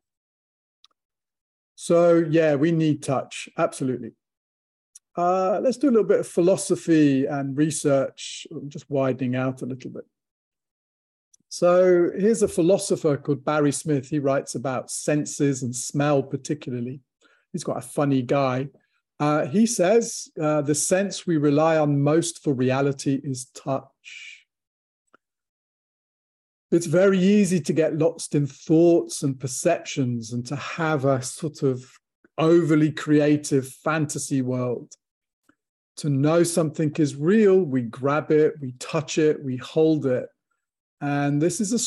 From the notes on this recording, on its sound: From the archives, audio from webinar.